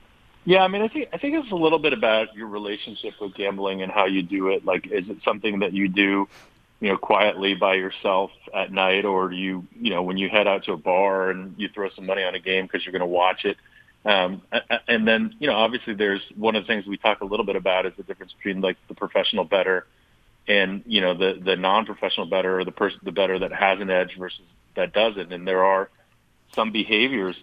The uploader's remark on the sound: Phones in to give his thoughts on Jim Harbaugh and Michigan.